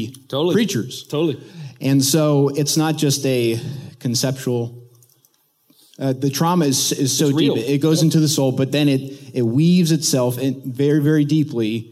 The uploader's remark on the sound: recently taught at the Church Leaders Conference